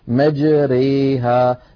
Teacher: هي النطق بالألف الممالة بين الألف والياء الصحيحتين، وتكون في رواية حفص في كلمة واحدة، هي قوله تعالى في سورة هود الآية 41 مجريها. · Term: الإمالة